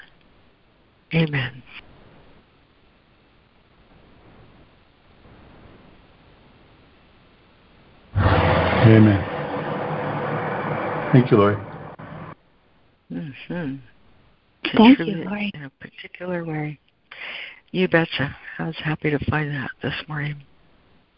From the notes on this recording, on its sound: ACIM Daily Conference Call